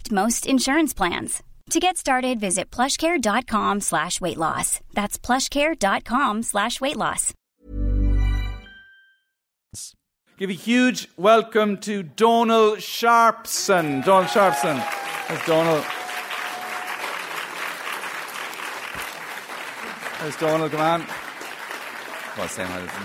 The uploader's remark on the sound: stories recorded onstage at The Dublin Story Slam